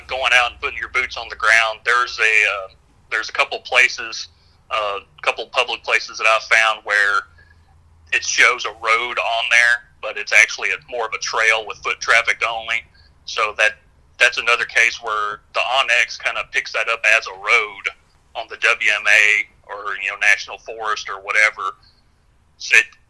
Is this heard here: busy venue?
no